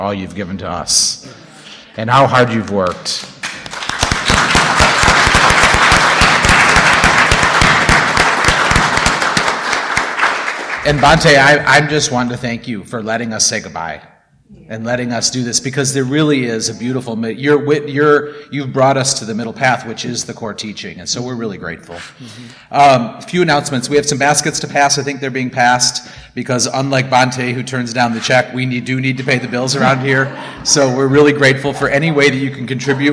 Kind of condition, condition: setting, large echoing room